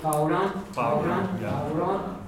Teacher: Down south they have the diphthong and say Bauran.